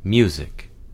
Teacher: The sound you or you, which is a rising diphthong, meaning the second element is more important than the first, is heard in the letter U, or the word music.